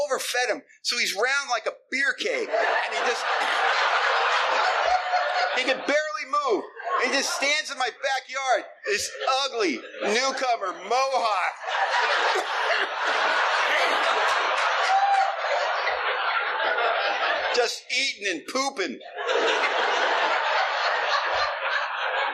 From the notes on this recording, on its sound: telling his story at the 44th Annual Oceanfront Conference held in Virginia Beach Virginia in 2020